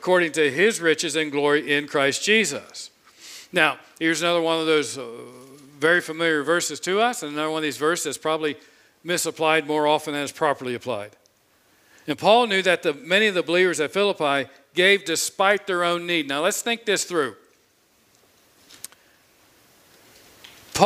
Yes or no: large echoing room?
yes